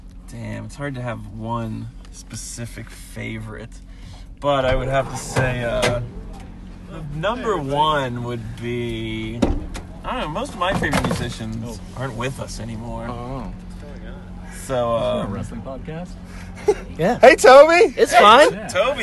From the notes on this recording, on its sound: Sit down in the van. Before their show here in Boise.